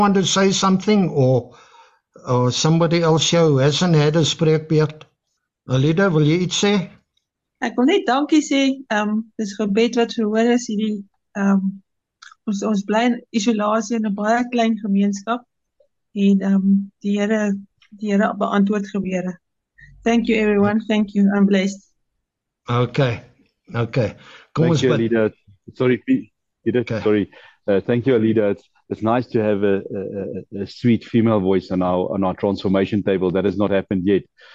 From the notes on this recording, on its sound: The Transformation Table Zoom Meeting